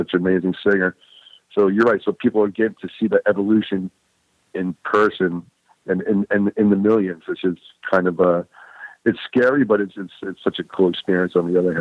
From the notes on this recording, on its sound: The guys called